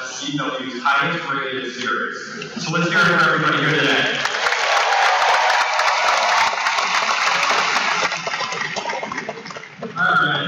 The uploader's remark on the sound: A fun panel that we attended while at the convention and give you the feeling of being there. On this one you get a panel hosted by TV Guide magazine for CW's "The Flash" tv series from WONDERCON 2015.